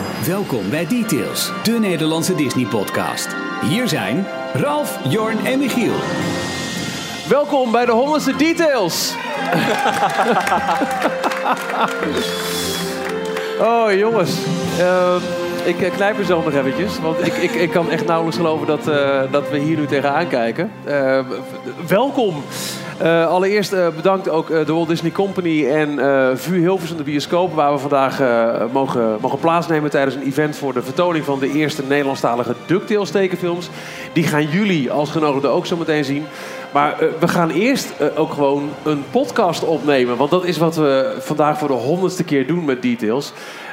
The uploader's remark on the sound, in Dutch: Live vanuit VUE Cinemas in Hilversum. Het aanwezige publiek van vaste luisteraars.